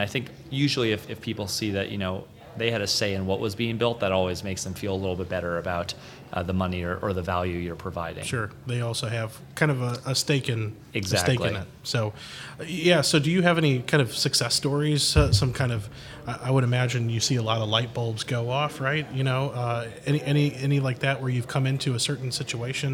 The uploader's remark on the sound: Live From Agile Midwest